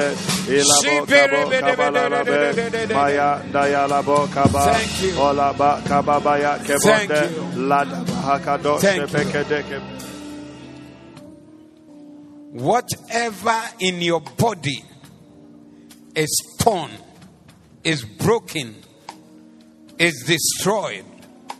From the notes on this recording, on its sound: Preached at the Doxa Service